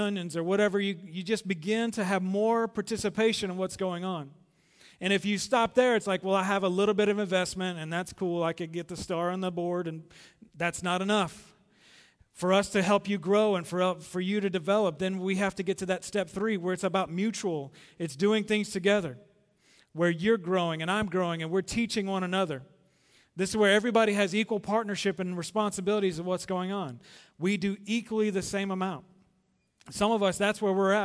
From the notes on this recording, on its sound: Recorded live at The Fellowship at Two Rivers on May 12, 2019.